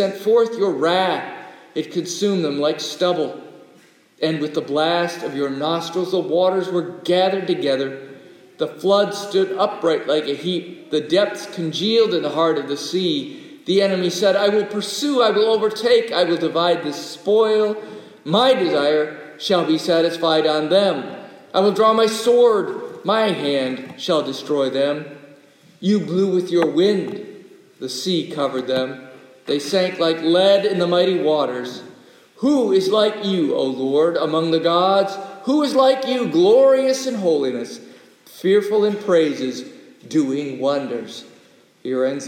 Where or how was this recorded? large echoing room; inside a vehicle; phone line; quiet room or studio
large echoing room